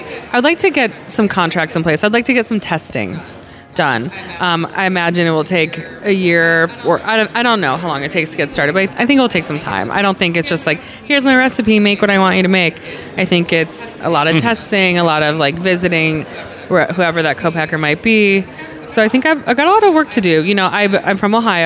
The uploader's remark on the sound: After lunch, we hit the coffee shop next to Larder where we recorded this podcast.